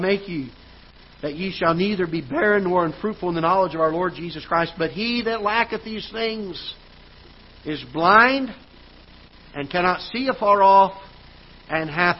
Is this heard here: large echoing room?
yes